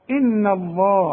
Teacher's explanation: اللام هفخمها. انما الهاء ما اتفصلش فيها مرققه